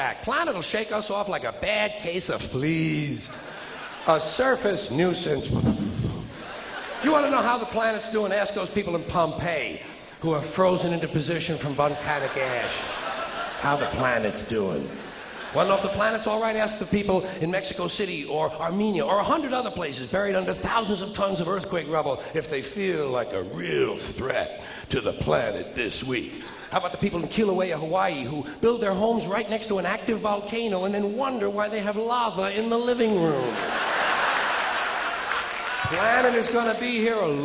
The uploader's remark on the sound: taped on April 24 and 25, 1992, at the Paramount Theater, on the grounds of Madison Square Garden in New York City